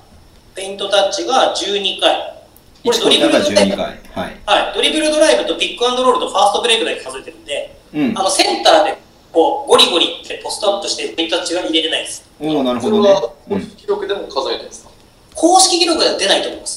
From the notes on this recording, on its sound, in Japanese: 札幌で初の公開収録。通話音声のため、お聞き苦しいところがありますが、ご了承ください。